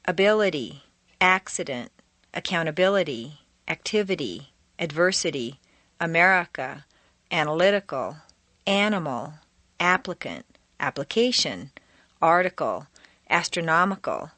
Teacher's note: The letter I in the unstressed position devolves consistently into a schwa.